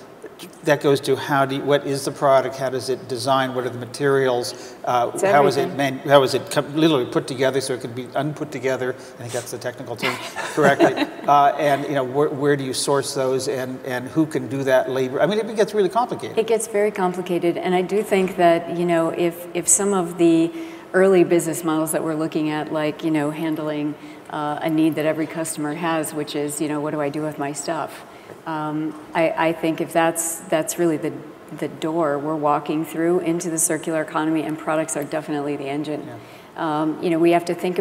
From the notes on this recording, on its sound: The best of live interviews from GreenBiz events.